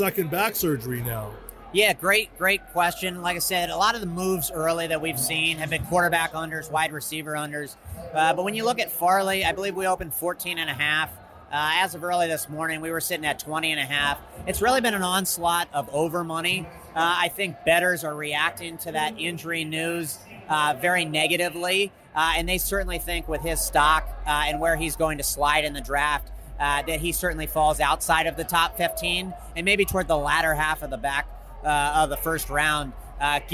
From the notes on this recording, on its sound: on location from the Circa in Las Vegas